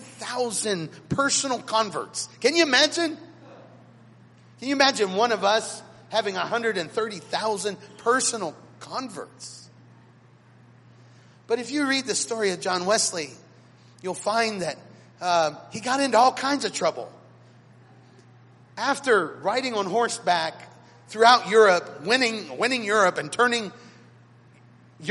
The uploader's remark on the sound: Recorded at Chapel North on Sunday August 14th, 2016.